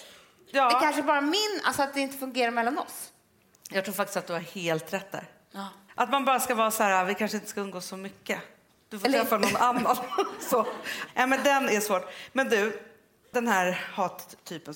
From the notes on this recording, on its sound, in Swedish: inspelning inför 600 personer på Rival